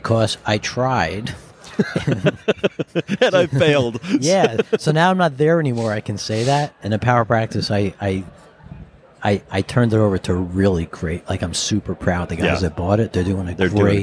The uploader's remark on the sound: Recorded at Vision By Design